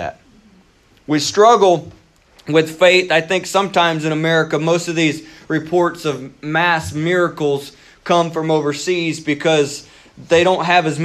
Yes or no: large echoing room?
yes